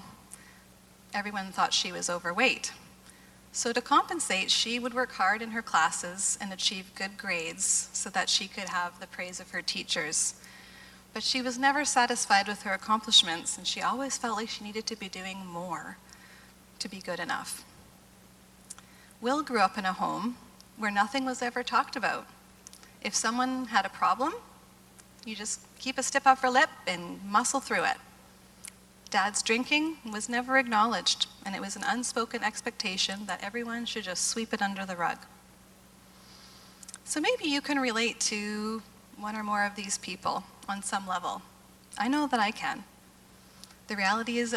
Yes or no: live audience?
yes